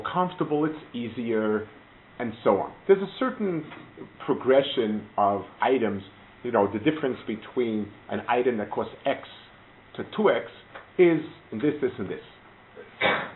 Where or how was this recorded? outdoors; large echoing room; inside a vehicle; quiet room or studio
large echoing room